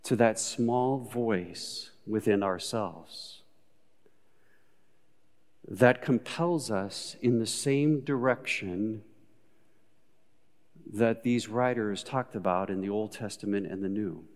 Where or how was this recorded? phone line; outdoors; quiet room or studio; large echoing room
large echoing room